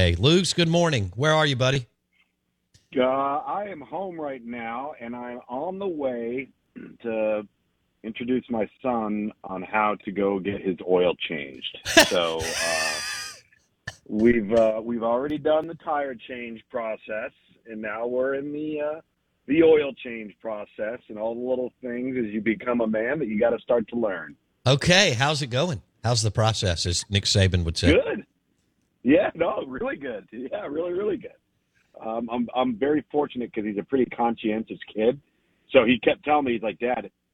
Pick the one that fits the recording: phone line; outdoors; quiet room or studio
phone line